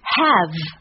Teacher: 重点在于上齿咬在下唇上，声带震动 · Term: 咬唇音